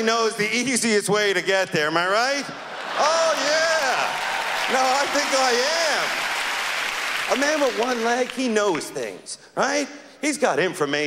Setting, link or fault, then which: setting, live audience